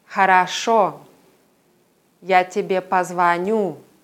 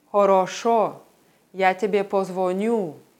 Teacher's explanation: in der Region südlich von Moskau und in St. Petersburg werden unbetonte Os wie mehr oder weniger reduzierte As ausgesprochen. · Shown in: first take · Im Norden von Russland ist die O-Aussprache typisch. Das heißt, dass unbetonte Os wie Os ausgesprochen werden. · Term: Die Moskauer Aussprache